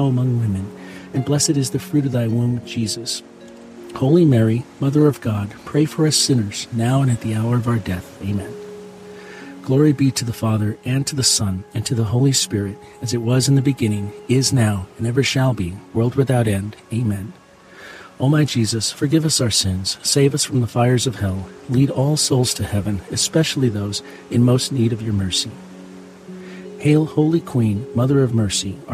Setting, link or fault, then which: setting, outdoors